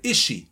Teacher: Entonces el is con el she suena is she, is she, is she. Se pierde el is, ese sonido de la S se pierde · Term: word linking